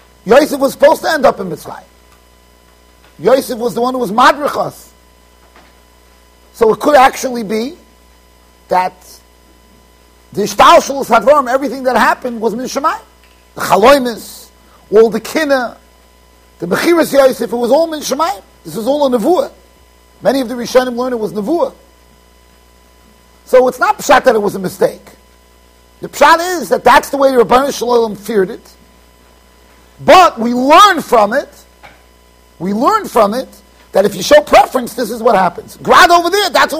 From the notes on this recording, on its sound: Shiur recorded in Yeshivas Ohr Reuven, Monsey NY.